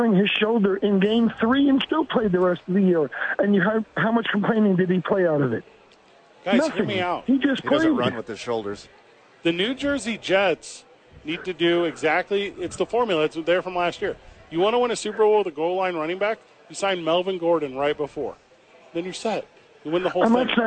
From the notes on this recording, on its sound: live from Isotopes Park